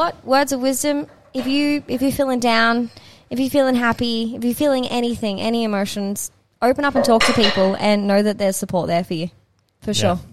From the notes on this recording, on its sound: The episode was recorded in the pub so there is a bit of background noise.